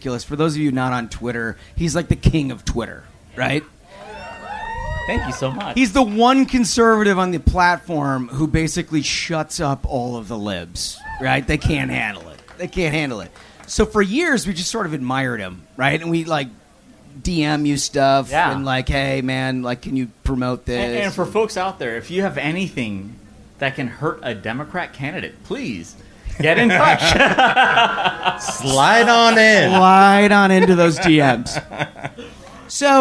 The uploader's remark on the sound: 200th Episode Spectacular Live from Minnesota (Part 2)